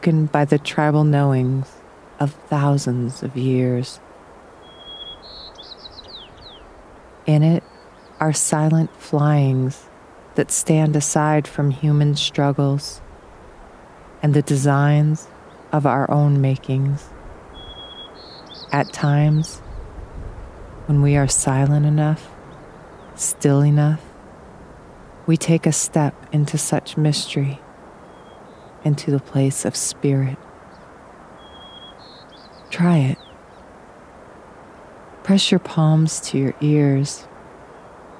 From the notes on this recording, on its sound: In the tundra's quiet, unburdened by the chaos of technology. Outdoor audio recorded in the Rawah Wilderness in Colorado.